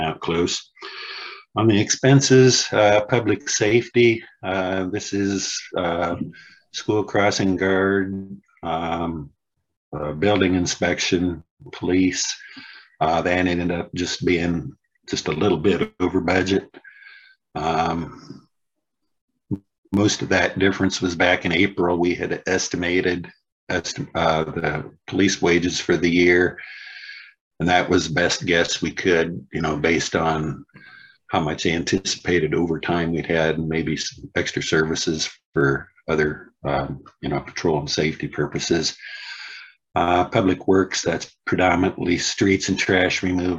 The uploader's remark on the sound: was held on Zoom